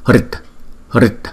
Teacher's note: Chữ D này đọc yếu lắm